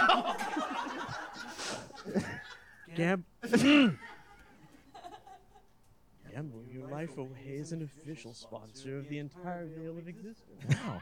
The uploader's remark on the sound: Recorded live at Comedy Arts Theater of Charlotte.